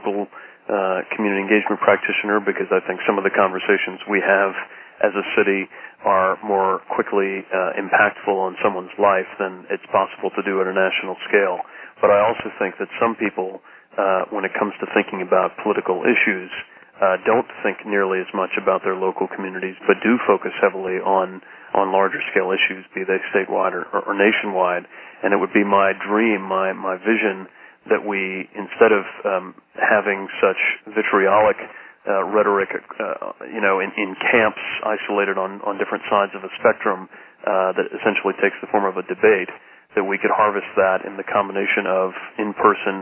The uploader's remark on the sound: Call recorded on August 9, 2012.